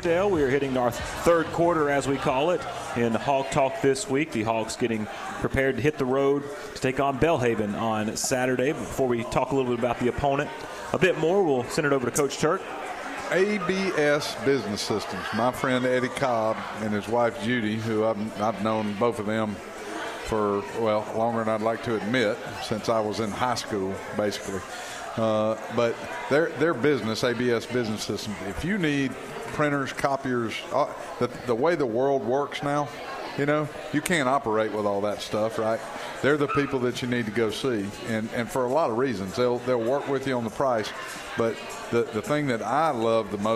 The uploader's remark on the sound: brought Hawk Talk to Moe's Original Barbecue in Old Cloverdale